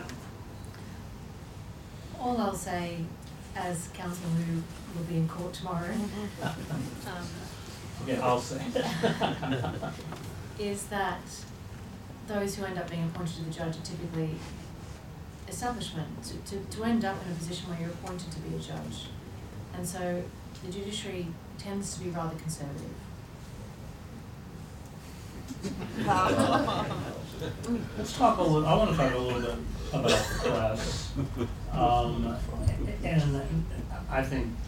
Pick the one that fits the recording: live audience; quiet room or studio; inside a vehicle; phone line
live audience